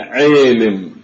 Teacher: عالم ليست إدغاما، صحيح هو حدث تغيير بالصوت وأصبحت الكسرة، الصوت أصبح بين الكسرة والفتحة أو بين الياء والألف، ولكنه لا يعد إدغاما، وإنما هو له اسم وهو الإمالة.